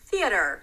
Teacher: We start with a voiceless T-H. Stick the tongue out and release air.